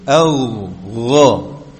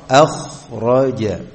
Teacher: Nafasnya pada ghain itu tertahan, sedangkan pada kha nafasnya mengalir.